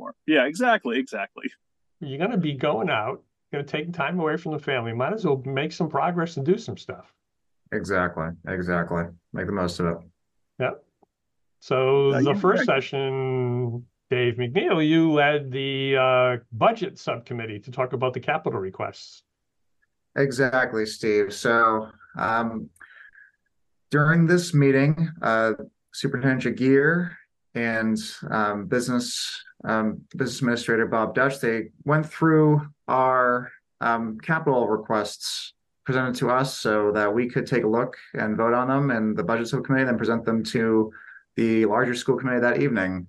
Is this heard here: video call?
yes